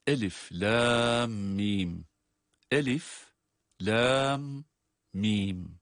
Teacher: Ama Lam Mim derken Lam ifadesi uzatılarak okunuyor. Lam Mim Mim'e geçerken, yani Mim'e dokunur dokunmaz orada bir meddi lazımdan bahsediyoruz.